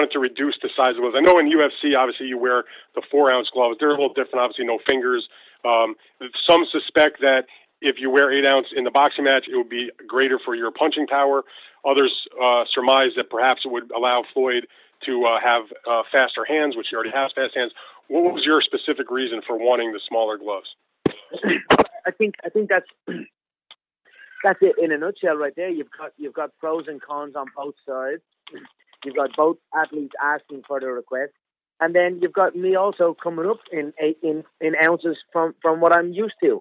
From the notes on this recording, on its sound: on a conference call